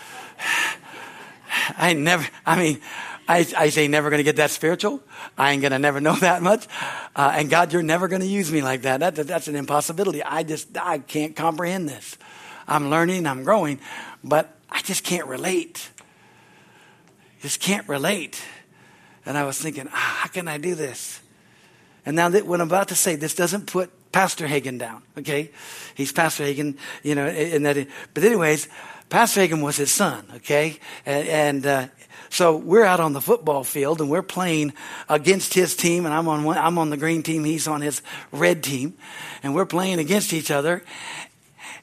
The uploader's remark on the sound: From the Sunday service on August 20, 2023 at Harvest Bible Church in Stockton, California.